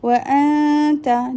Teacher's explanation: hide the noon and start with the makhraj of ta · Term: light ghunna